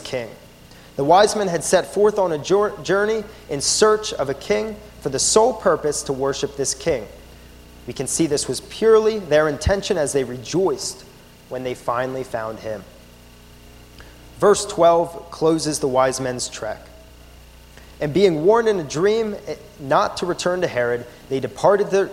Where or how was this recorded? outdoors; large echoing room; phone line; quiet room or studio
large echoing room